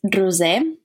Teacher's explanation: it's a Catalan name. So this is why it has the rolling R.